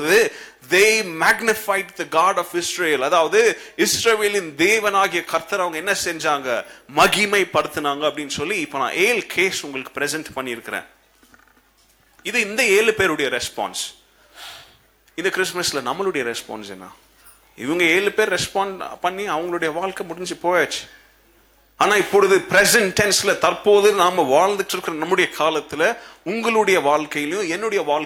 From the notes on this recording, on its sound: Christmas Service 2017. Preached at the old sanctuary of Agape Bible Church.